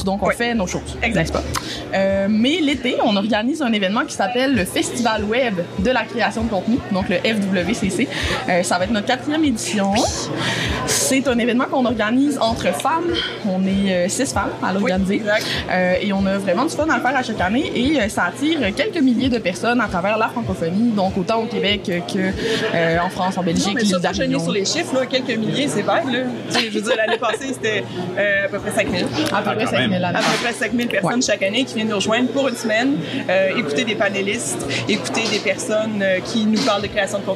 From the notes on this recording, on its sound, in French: Une entrevue enregistrée lors du Web a Québec.